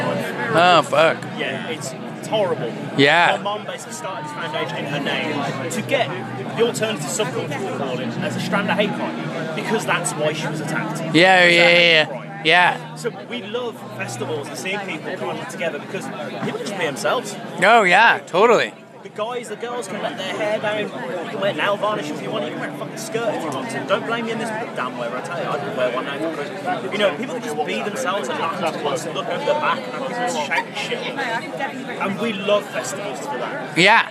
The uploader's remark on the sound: From our 'Live from 2000 Trees 2023' series.